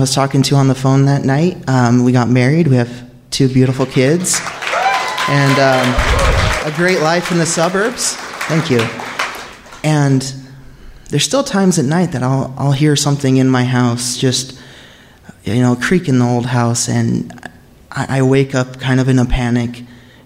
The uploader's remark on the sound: Live From Salt Lake 2!